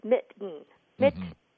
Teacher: That would be a non-standard pronunciation. But the standard pronunciation is that second vowel isn't pronounced